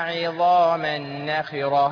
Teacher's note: عظاما نخرة النون مشددة بتاخد غنة